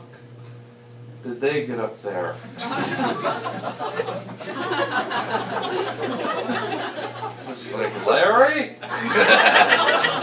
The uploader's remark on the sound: live STAND UP comedy and interview